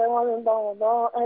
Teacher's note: والبغضاء ده مد متصل ما يقصرش أبدا